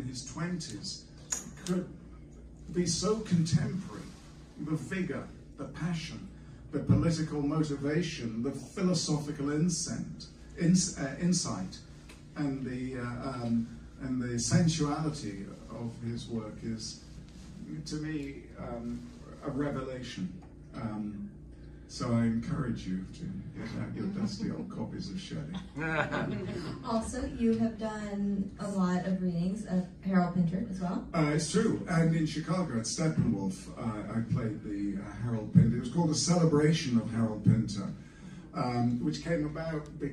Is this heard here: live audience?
yes